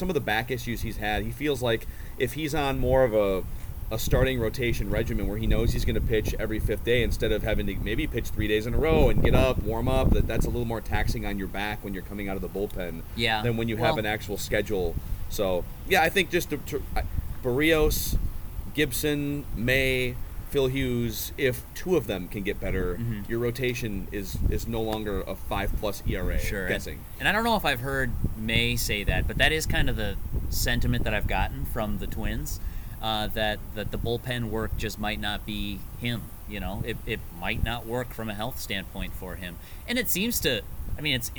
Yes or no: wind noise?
yes